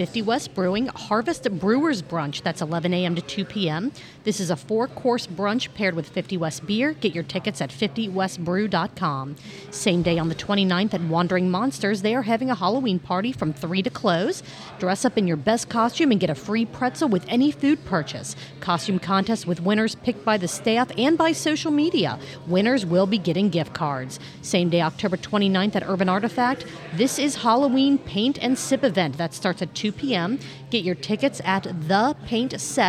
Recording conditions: busy venue